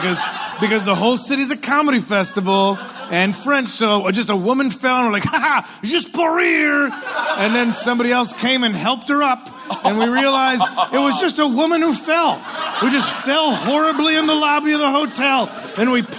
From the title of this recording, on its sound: Live from LA Podfest